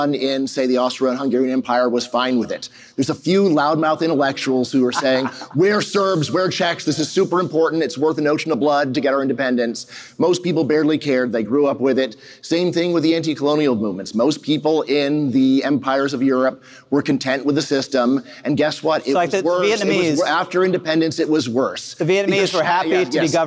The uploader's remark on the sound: This session was recorded at FreedomFest in Memphis, TN, on July 15, 2023